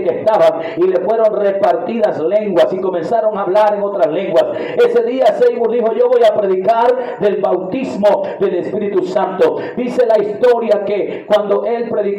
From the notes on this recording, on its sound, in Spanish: Desde El Salvador y para el mundo. En Iglesia Pentecostal Unida Internacional El Salvador en Aldea Bolaños Santa Ana.